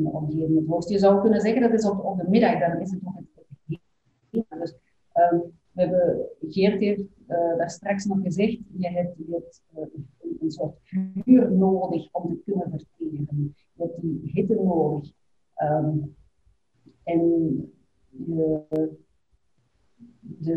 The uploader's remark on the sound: Zoom-call discussie audio plus meditatie music - zoom call discussion plus meditation music.